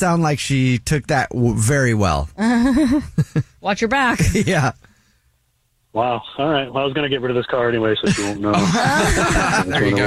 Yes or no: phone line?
yes